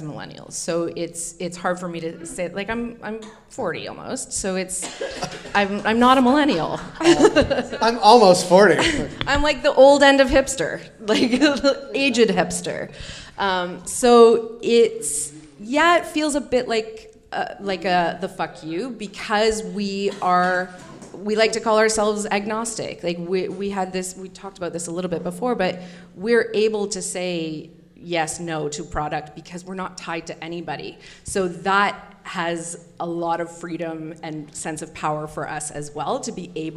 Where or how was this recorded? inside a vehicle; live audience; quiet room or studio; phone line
live audience